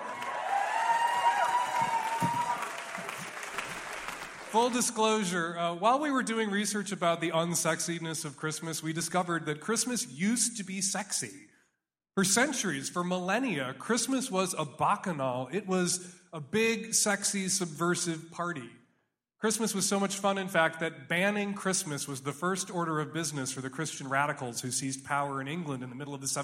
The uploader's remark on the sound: Live at the Neptune!